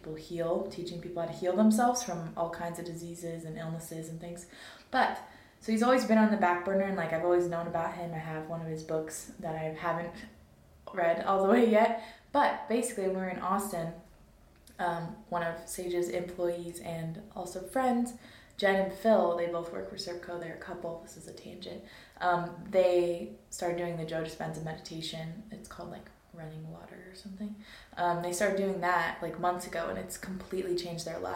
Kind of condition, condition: fault, poor microphone